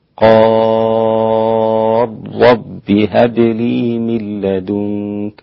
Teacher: في قوله تبارك وتعالى قال رب هب لي، أدغم الإمام السوسي اللام في الراء مع التشديد والمد 6 حركات · Term: الإدغام الكبير